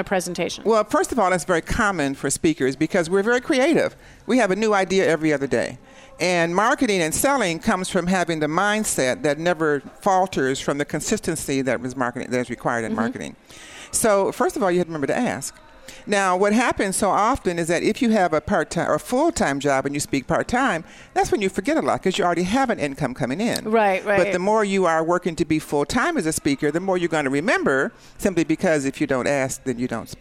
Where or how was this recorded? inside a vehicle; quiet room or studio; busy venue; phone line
busy venue